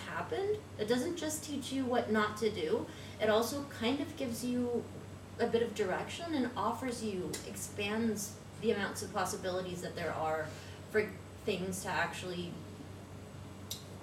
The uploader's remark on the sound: Live at Night of Arts and Sciences